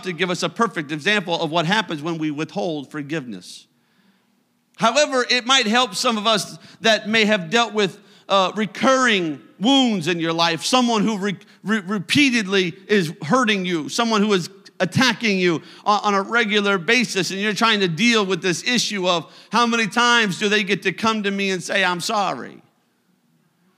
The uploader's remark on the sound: a service recording from Connect Point UPC